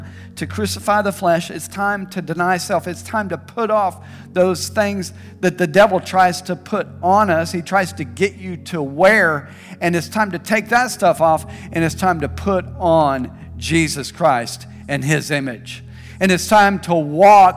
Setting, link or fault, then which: setting, large echoing room